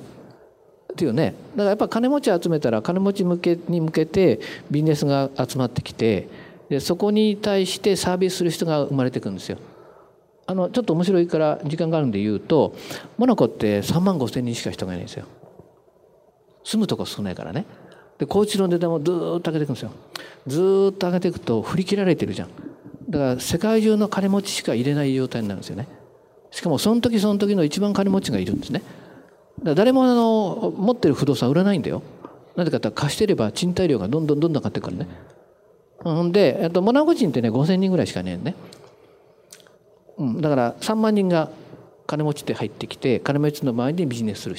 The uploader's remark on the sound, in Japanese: 大阪公開収録